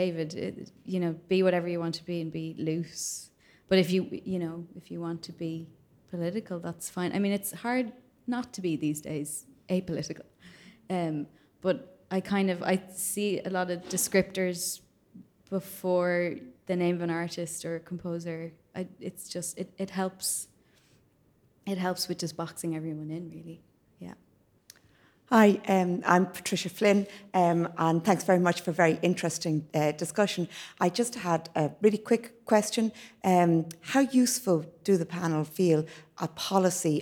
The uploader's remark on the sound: A live recording of CMC's podcast held during New Music Dublin on 1 March 2020.